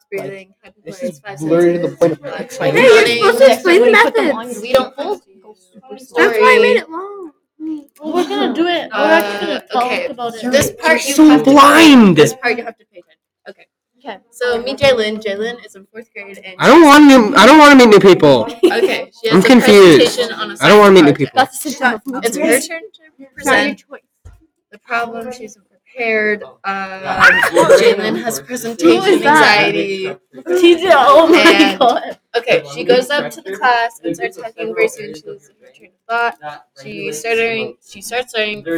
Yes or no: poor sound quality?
yes